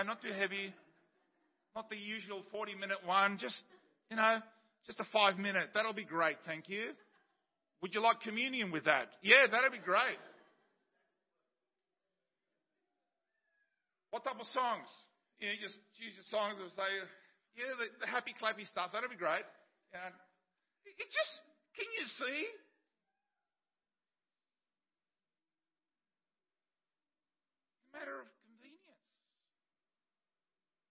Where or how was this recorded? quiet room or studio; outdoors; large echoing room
large echoing room